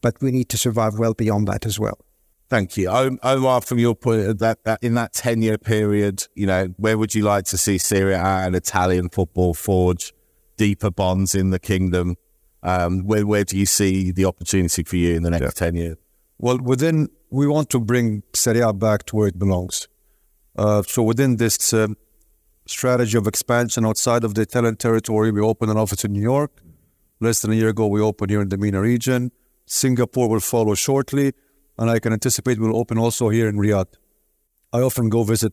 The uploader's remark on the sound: This show was recorded at the World Football Summit Asia in December 2023